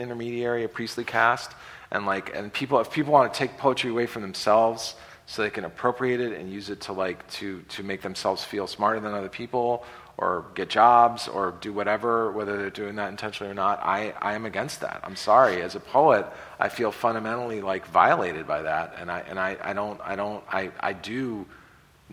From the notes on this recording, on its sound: PODO Live. LIve in front of an audience in the Woodman Center at the Moses Brown School in Providence, RI.